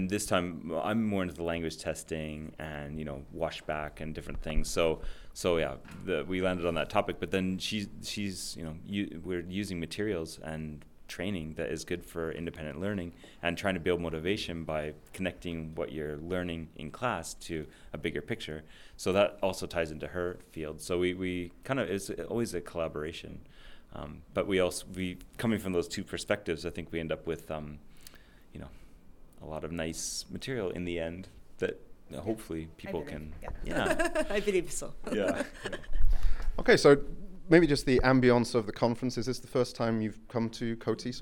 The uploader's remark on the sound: KOTESOL 2023: “Man-on-the-street” from Seoul.